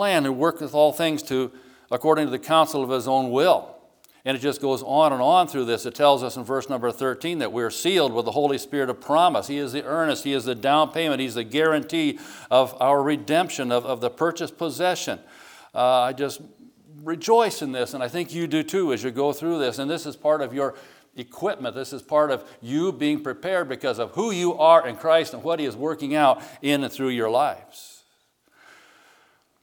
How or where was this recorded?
large echoing room